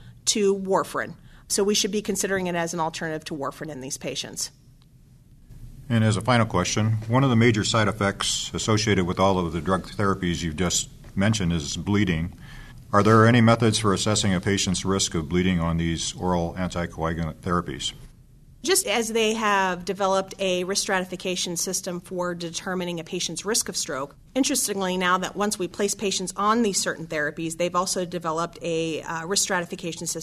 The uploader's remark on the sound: It was recorded in December 2011 during the 46th ASHP Midyear Clinical Meeting and Exhibition in New Orleans.